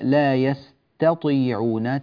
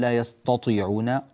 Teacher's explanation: نقول لا يستطيعون، طاء، هكذا التاء صارت مفخمة، هذا غير صحيح، هذه التاء مرققة، نعم بعدها طاء مفخمة · Shown in: first take · لكن هذا غير صحيح أن تفخم التاء، بل يجب ترقيقها · Term: ترقيق التاء